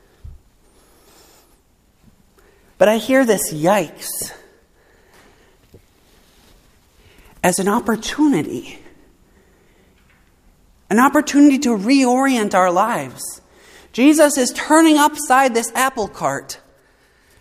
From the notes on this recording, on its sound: preached at Saint Mark Lutheran Church in Morristown, NJ and Good Shepherd Lutheran Church in Florham Park, NJ